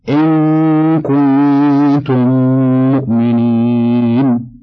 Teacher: وجب إدغام الميم الساكنة في الميم المتحركة · Term: إدغام المثلين الصغير